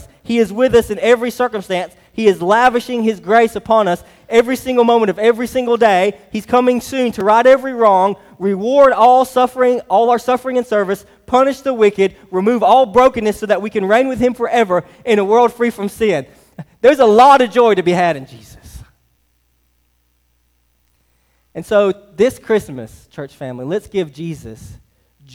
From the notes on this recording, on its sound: Delivered on 12/24/23 at Hillside Baptist Church in Eastman, GA.